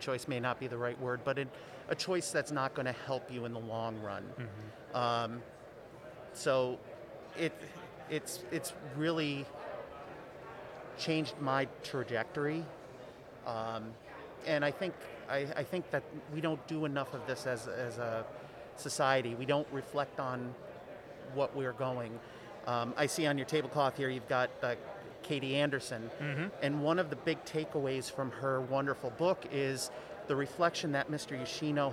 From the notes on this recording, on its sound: Recorded LIVE from the GBMP Northeast Lean Conference! Recorded LIVE from the GBMP Northeast Lean Conference!